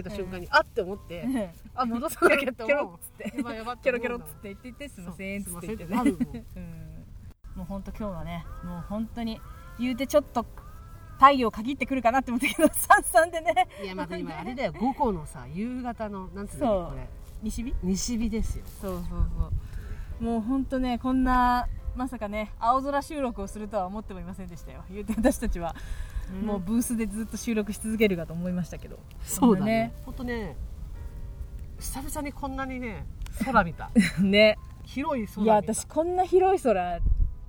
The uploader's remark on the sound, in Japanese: 再会の瞬間とってみました！風の音で音質が史上最強に悪くて本当に申し訳ないです。